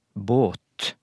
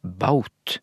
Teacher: a-en til å, båt, i mesteparten av det norske språkområdet, men i nokre sentrale dialekter på Vestlandet, Sogn, Voss, Hardanger og slik, så vart den lange a-en gjort til to vokaler · Shown in: second take · Term: diftongering